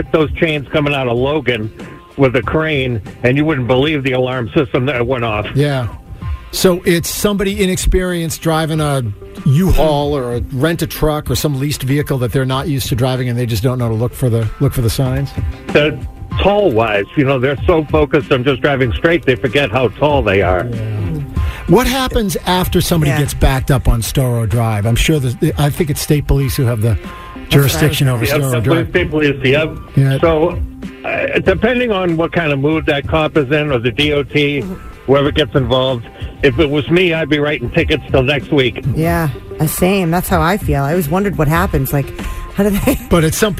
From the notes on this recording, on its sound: One of our listeners, who is a truck driver called